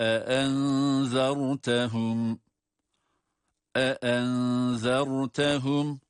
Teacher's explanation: Arka arkaya gelen iki tane hemze var. Her ikisinin sesini de ayrı ayrı veriyoruz.